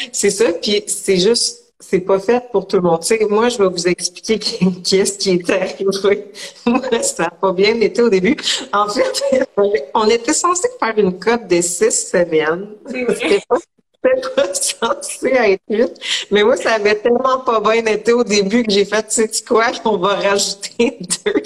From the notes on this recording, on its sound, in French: je repartage sur le podcast le live Instagram